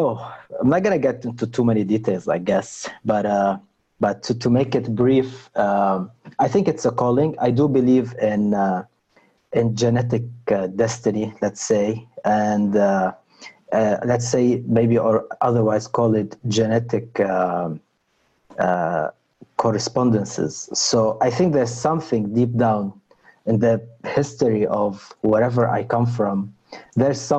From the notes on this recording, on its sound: Our long-form interview series, hosted on Zoom. Following the interview there is a moderated town-hall style Q&A with questions coming from the live virtual audience on Zoom.